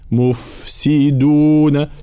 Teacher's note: نفس الملاحظة في حرف الفاء في كلمة مفسدون، لا نقول مفسدون، لا، لابد من بيان رخاوة الفاء الساكنة